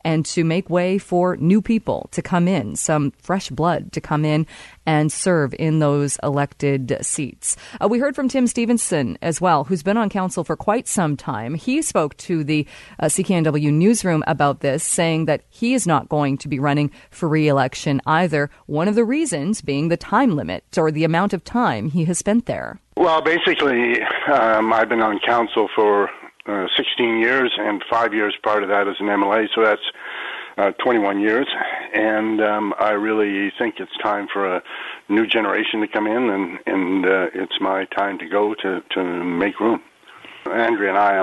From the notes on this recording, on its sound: opens up the phone lines